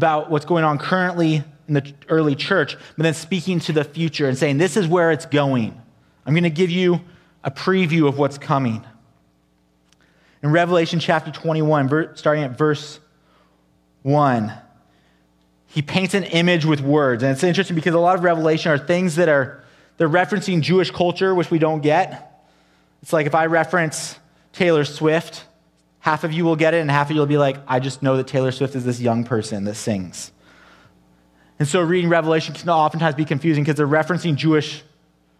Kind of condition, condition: setting, large echoing room